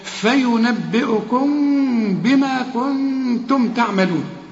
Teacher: هنا ميم وبعدها ب، ميم بدون تشكيل، اخفي ما تضمش شفايفك، لأنها مش ميم إظهار.